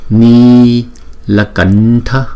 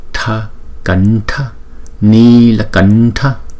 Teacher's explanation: Chữ n sau là chúng ta cong lưỡi lại, và chữ t cũng vậy